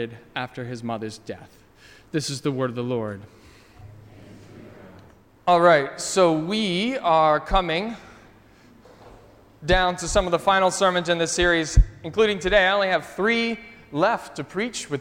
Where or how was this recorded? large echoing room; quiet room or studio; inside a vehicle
large echoing room